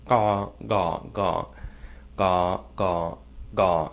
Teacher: With the ga, ga, it should feel a little bit lower back, lower down.